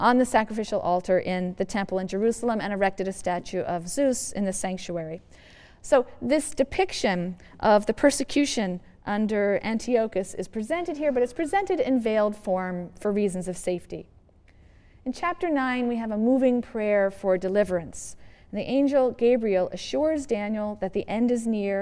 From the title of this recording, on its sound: Yale Lecture